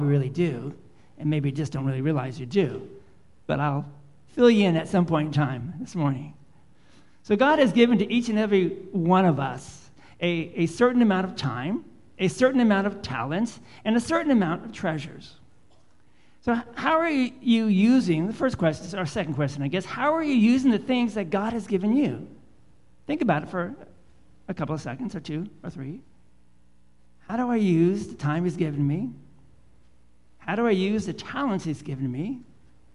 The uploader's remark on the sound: Live Worship Service